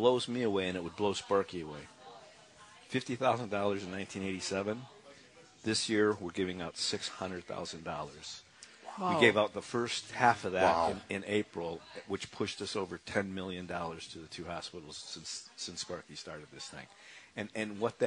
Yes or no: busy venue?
yes